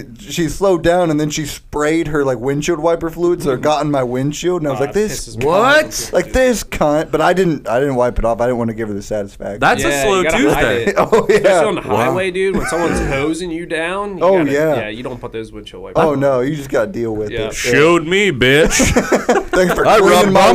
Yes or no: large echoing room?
no